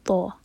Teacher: تو جو ہے ہیوی لیٹر ہے تو منہ بھر کر پڑھیں گے تونا. یہاں پر زبان کی ٹپ نہیں یوز ہوگی، زبان کا سامنے کا پورا پارٹ یوز ہوگا. · زبان کی ٹپ نہیں یوز ہوگی، زبان کا سامنے کا پورا پارٹ یوز ہوگا. اگر ٹپ یوز کریں گے تو تا کی آواز آئے گی، اس سے میننگ چینج ہوگا.